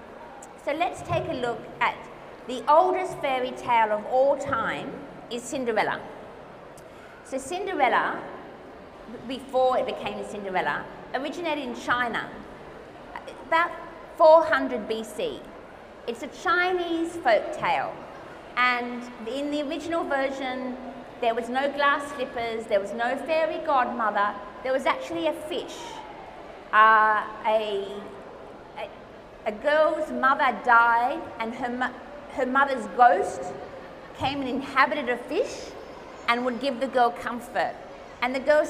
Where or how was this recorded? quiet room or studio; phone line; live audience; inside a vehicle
live audience